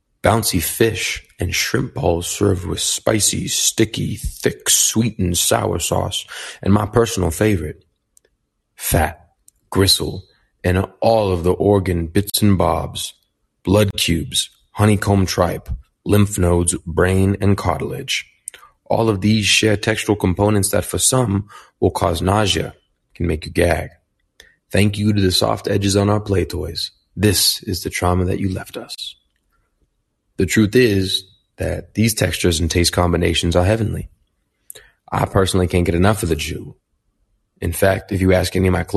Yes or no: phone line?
no